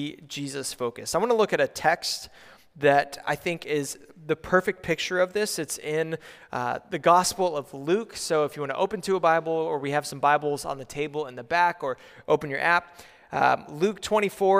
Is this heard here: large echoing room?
yes